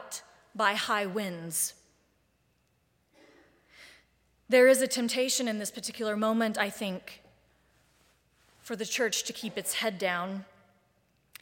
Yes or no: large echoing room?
yes